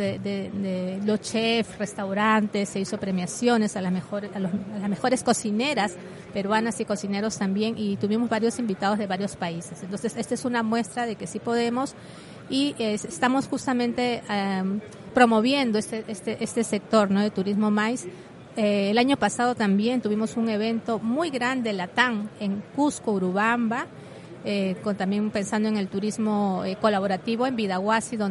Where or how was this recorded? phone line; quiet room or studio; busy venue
busy venue